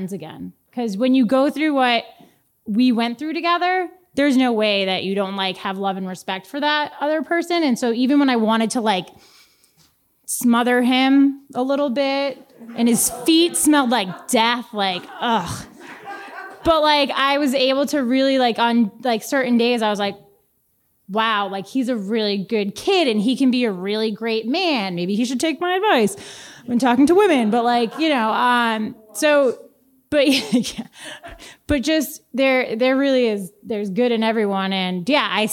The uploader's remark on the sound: answers some questions from the audience.